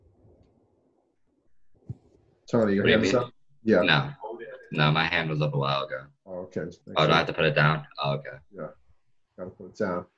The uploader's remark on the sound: In this Roxboro House Roundtable, sponsored by Thomas Jefferson University's Arlen Specter Center. A zoom roundtable.